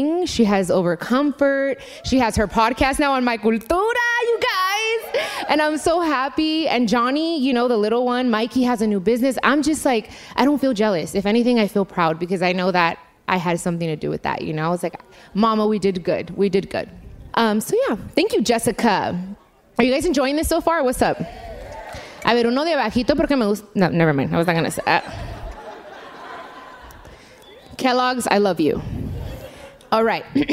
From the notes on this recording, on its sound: In front of a live audience during the My Cultura Anniversary event at the iHeartRadio Theater.